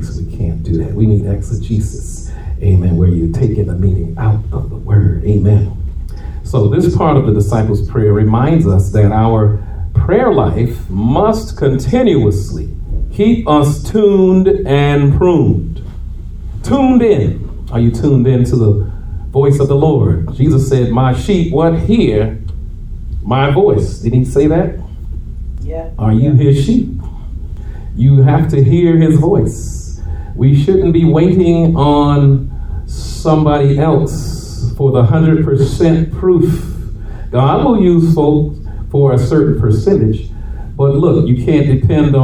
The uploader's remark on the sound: Shared this message live at RACC.